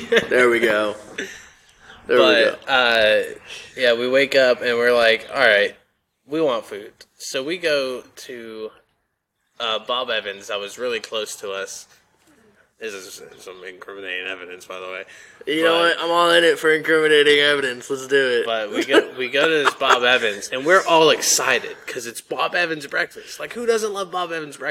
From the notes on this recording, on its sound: at the local park to record this podcast